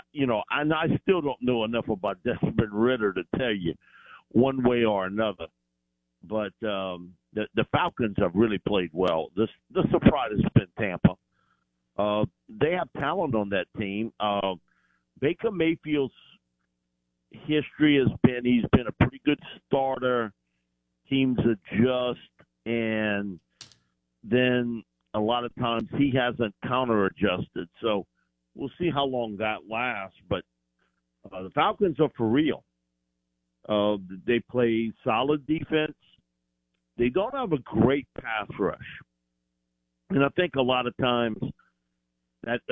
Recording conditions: phone line